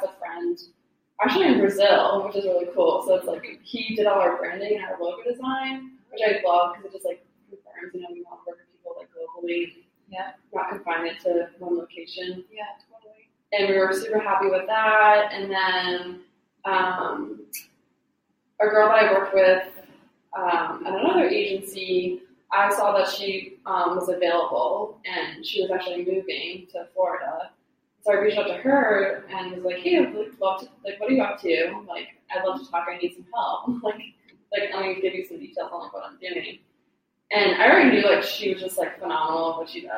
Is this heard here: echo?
yes